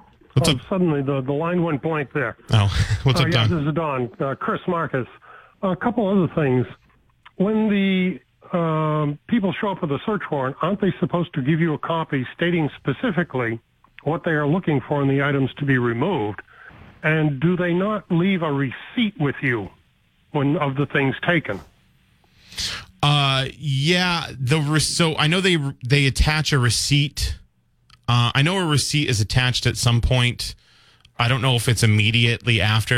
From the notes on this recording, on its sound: takes calls from the audience